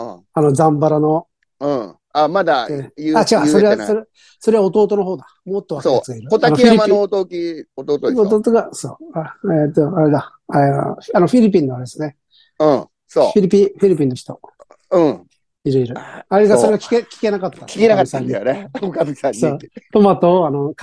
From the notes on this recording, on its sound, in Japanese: ZOOMで収録